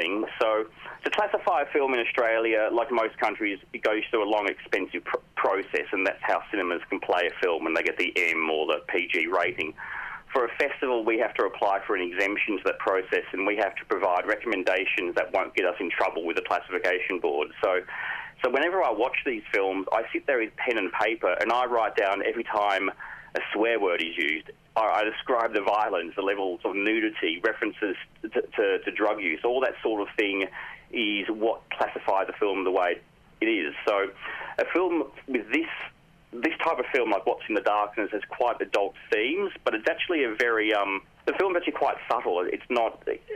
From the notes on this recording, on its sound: on the line